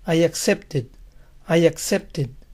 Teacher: Termina en T, la ED suena ed.